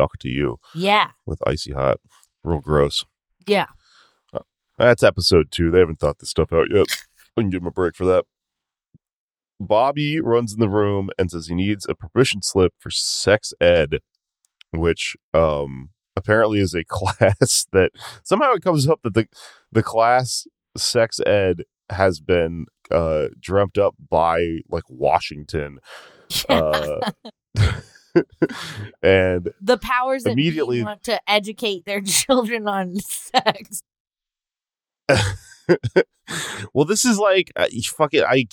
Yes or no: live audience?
no